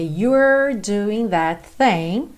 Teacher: You're doing. Atenção que o é não é pronunciado. Então, você tem you're com a língua enrolada, ok? You're doing that thing.